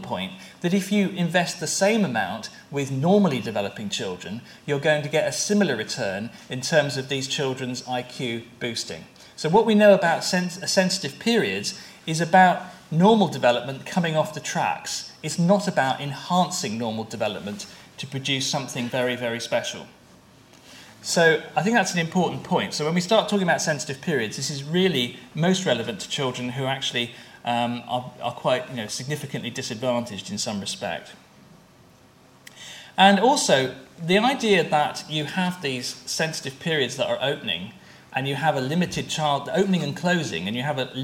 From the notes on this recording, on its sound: At a conference hosted by University of Cambridge International Examinations